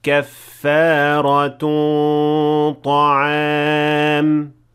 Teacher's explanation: And at the end of it there is also ikhfa with ghunna. The ghunna here is full mouth because the letter that comes after it is ta, which is a full mouth letter. So in order to merge them properly, you have to make the غنة also in full mouth.